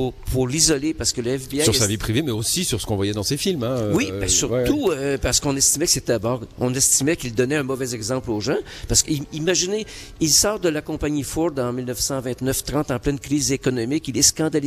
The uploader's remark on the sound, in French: Emission spéciale en direct du Chaplin's world